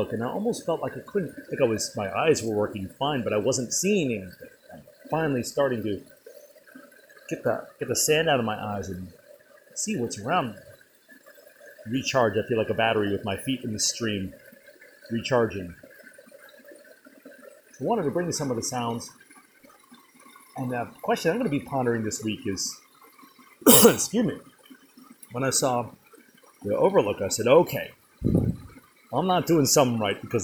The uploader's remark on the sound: On location in the Rose River Canyon, halfway down a mountainside somewhere in the wilds of Shenandoah.